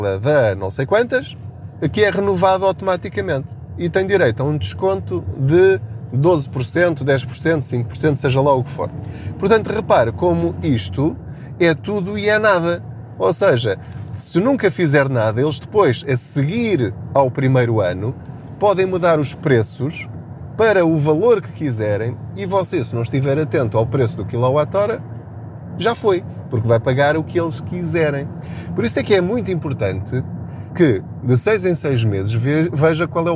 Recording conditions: inside a vehicle